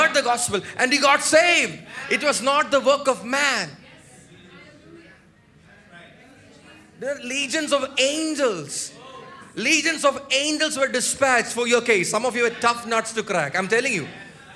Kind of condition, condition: setting, large echoing room